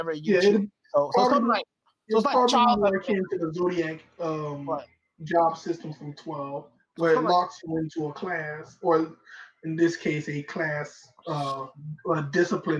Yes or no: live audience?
no